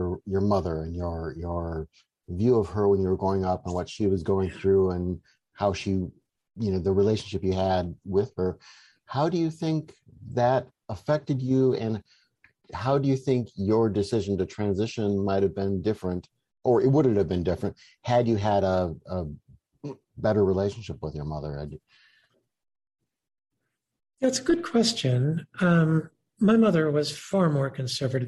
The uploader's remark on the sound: This program was recorded via video conference on August 12th, 2021 by the Commonwealth Club of California.